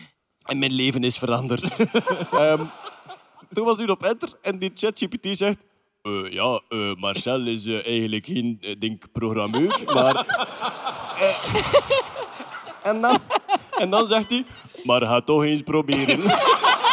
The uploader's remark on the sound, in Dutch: Live op Nerdland Festival. Een nieuwe podcast, live vanop het Nerdland Festival!